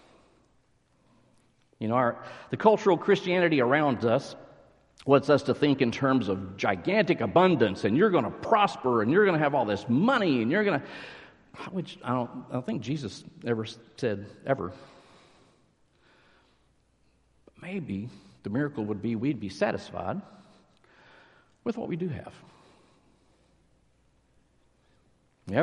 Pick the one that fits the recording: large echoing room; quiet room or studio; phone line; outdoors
large echoing room